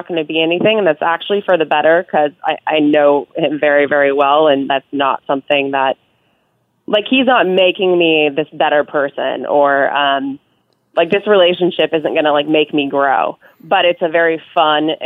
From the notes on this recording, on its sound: Has a phone conversation with a listener.